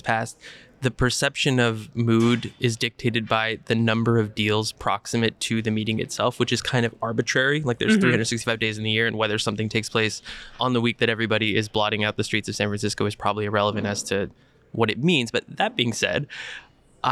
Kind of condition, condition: setting, busy venue